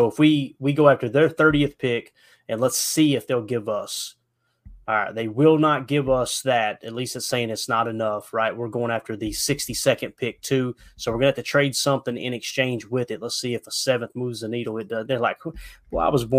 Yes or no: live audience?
no